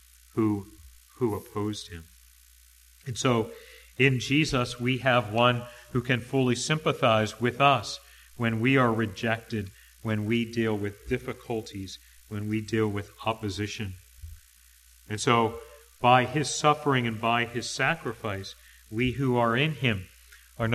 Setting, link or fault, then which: setting, large echoing room